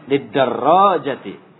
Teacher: Jimnya jangan panjang ya. Yang panjang hanya ro.